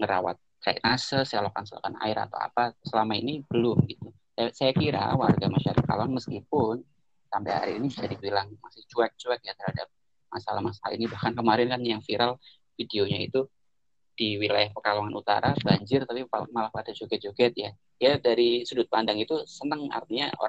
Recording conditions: video call